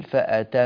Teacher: فهذه النون مغنونة في حالة الوصل وفي حالة الوقف بنفس الزمن لأنها نون مشددة · Term: غنة